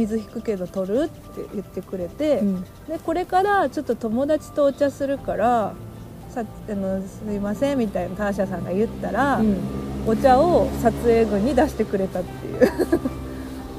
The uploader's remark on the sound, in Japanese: ピクニック収録、鳥も参加。課外活動でサンドイッチ食べながらピクニックして収録しました。